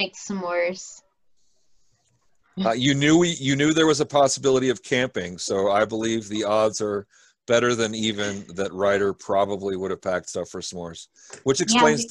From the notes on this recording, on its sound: from the relative safety of our own homes via Zoom